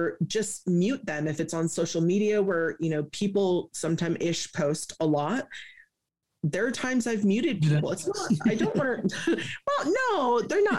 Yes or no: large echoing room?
no